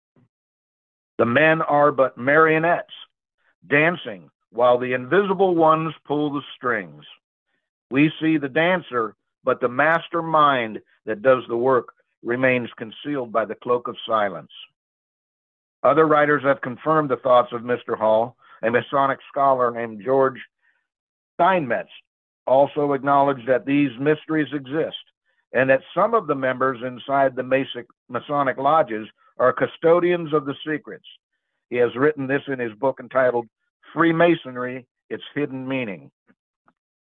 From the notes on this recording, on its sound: Church Call in Bible Study